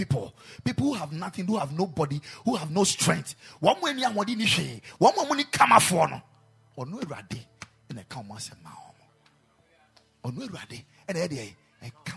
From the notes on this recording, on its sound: Preached at the Ekklesia Chapel